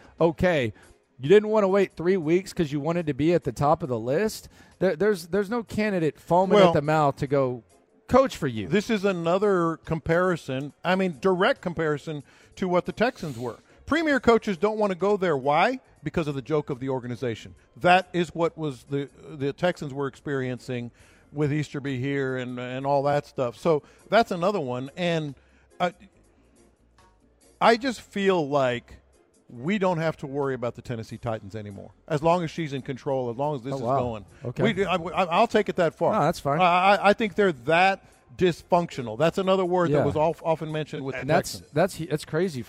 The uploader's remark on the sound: Live At The Bear Bryant Awards